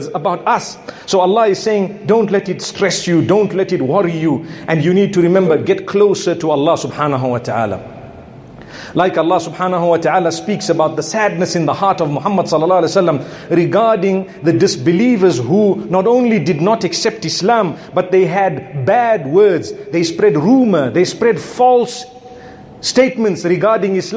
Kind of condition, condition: setting, large echoing room